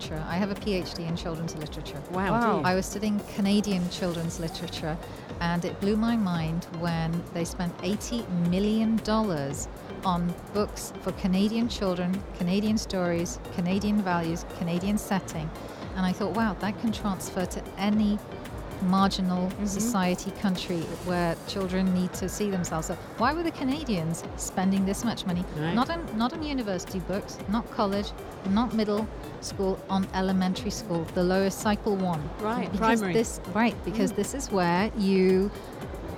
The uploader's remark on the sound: Live from SIBF 2023